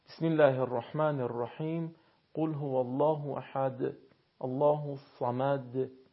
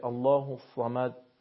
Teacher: و در سوره توحید هم عرض شد که علاوه بر این که تلفظ حروف هست یک قاعده تجویدی هم ما داریم، یعنی زمانی که شما میخواین سوره توحید رو بخونید وقتی به حرف دال ساکن میرسید بعد حرکت مختصری به حرف دال بدید تا صدای حرف دال به گوش برسه · Shown in: first take · به این شکل بسم الله الرحمن الرحیم قل هو الله احد الله الصمد، یعنی نشه الله الصمد. · Term: صفت قلقله